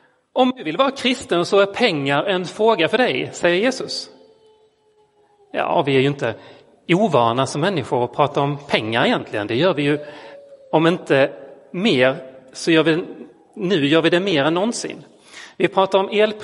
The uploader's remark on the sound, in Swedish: Inspelad i Roseniuskyrkan den 16 oktober 2022.